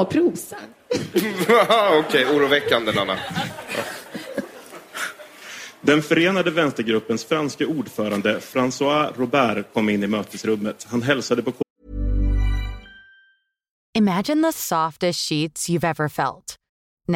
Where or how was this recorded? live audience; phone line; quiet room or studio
live audience